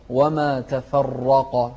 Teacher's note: شوف الراء والقاف مفخمين